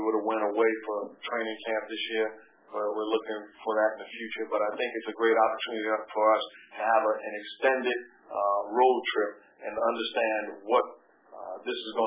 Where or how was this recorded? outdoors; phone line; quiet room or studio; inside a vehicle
phone line